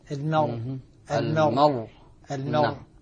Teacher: لكن عند السكون المحض الراء مفخمة